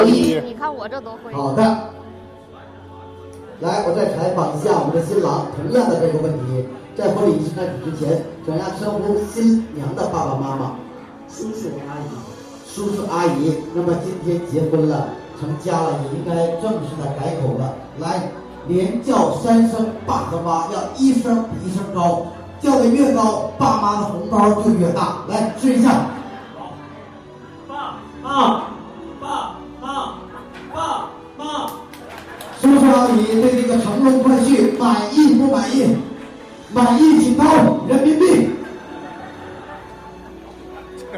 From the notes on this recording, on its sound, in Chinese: 婚礼现场实录